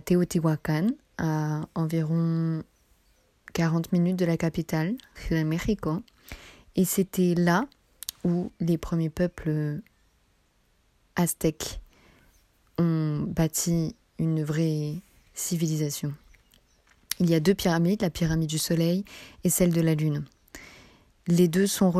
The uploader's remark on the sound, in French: Un podcast d’immersion sonore qui vous plongera dans l’ambiance délicieuse du Mexique. Vous laisser guider par les bruits de la rue.